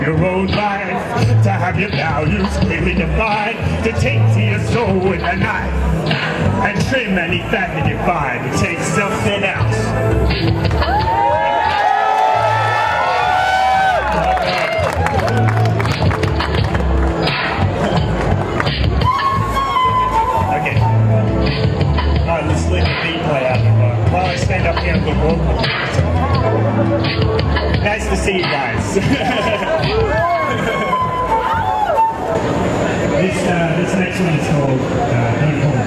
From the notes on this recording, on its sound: Live at Anarchapulco 2016. A hip hop performance at Anarchapulco 2016.